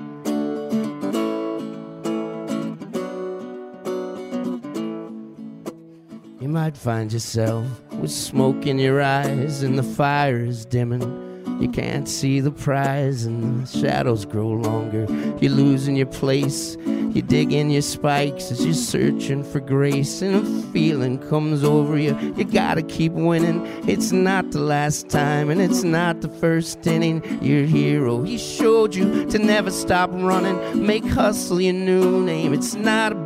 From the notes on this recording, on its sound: The podcast celebrates the Reds Opening Day on location at a festive art gallery inspired by Reds baseball cards.